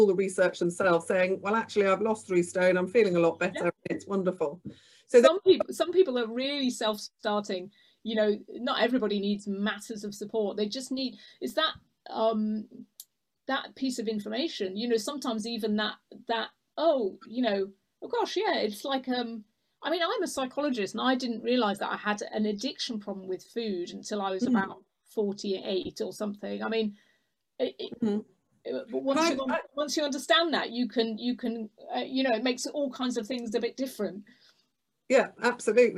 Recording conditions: video call